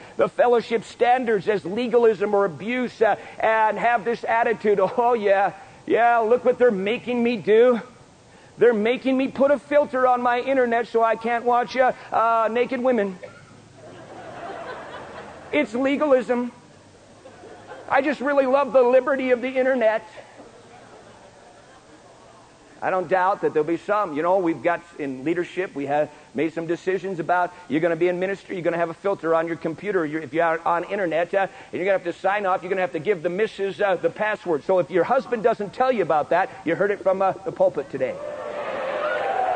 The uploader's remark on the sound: Preached Prescott Winter Conf.